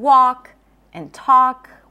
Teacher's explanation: The L is also not pronounced in walk and talk. · Term: silent letter